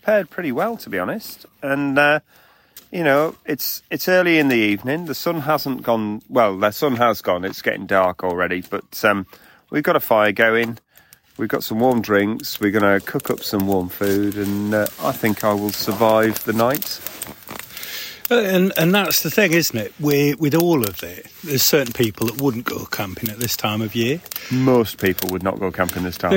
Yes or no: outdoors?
yes